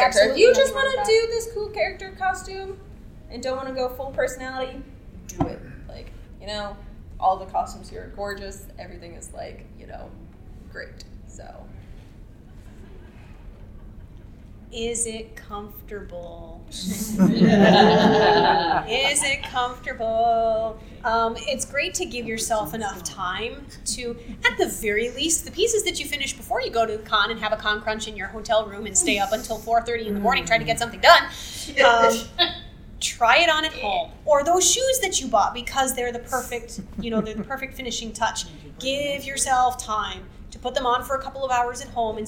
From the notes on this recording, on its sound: Recorded live WWWC11 at Casino Del Sol